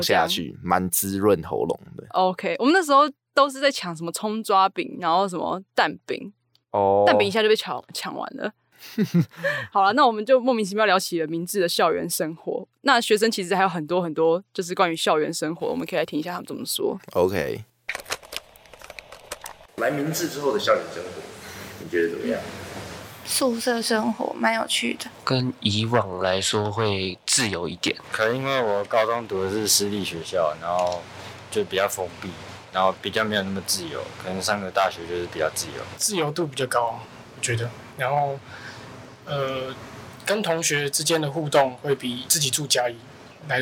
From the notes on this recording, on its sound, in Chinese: 本集「#明志之舉」走出錄音室，來到明志校園內，訪問各系大一同學。明志科技大學，是一所位於臺灣北部的技職院校。